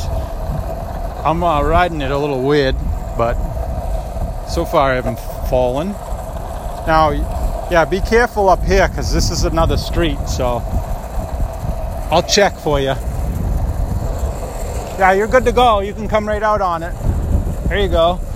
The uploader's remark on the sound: It’s my son’s fourth time skateboarding so we decided to record while we were out putting around the neighborhood!